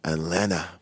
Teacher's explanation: J'adore ne pas prononcer le T de Atlanta comme les Américains